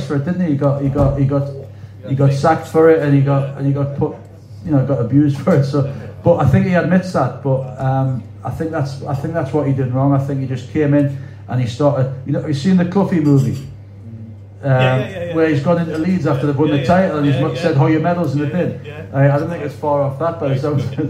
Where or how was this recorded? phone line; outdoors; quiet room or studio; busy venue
busy venue